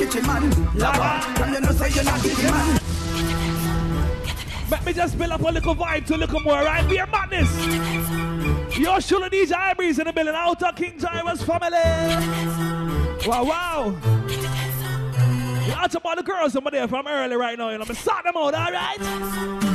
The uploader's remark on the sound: Live Juggling Dance. At Cosmopolitan Night Club on Front Street Bermuda. Big Up To Everyone That Came Out And Held A Vibez And Enjoyed The Dance.